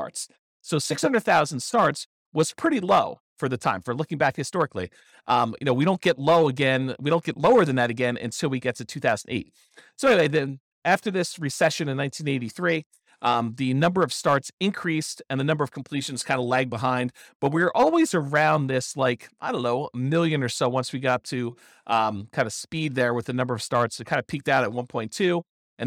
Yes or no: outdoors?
no